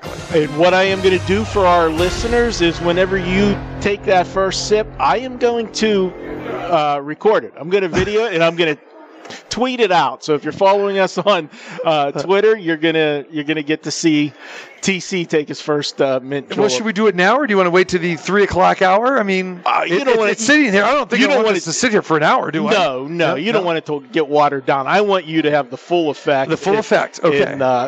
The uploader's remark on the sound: Live From the Super Book at the Westgate Las Vegas